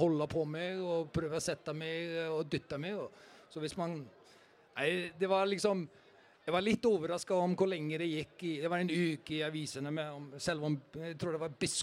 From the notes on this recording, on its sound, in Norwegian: Livepod. Live pod tatt opp før Viking-Brann 24.